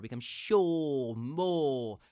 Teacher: No extra sound added, just drop the R and get that sound stretched out into the Cockney resonance. · Term: R drop